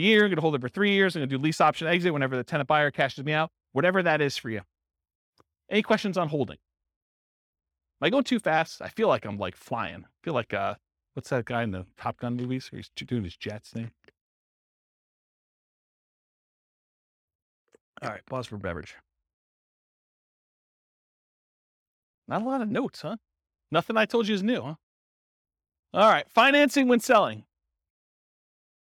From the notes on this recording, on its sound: Real estate entrepreneurs in Surprise, Arizona. This was a live class recorded.